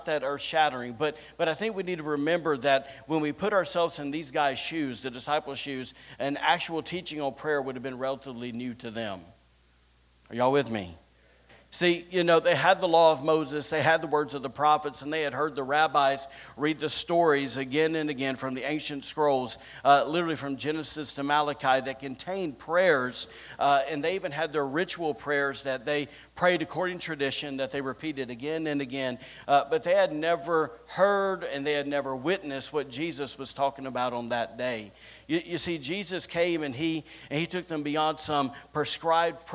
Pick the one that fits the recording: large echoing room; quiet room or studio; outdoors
large echoing room